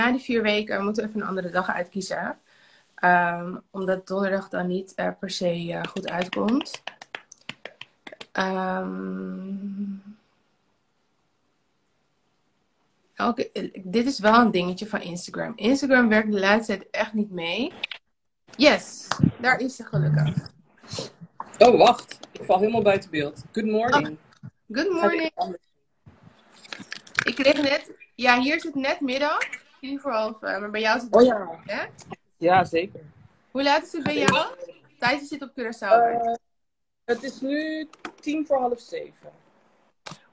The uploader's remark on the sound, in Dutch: Dit is een audio van de live die ik deed op Instagram.